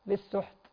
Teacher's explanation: السين والحاء والتاء من حروف الهمس، فبالتالي نراعي للسحت فيها جريان نفس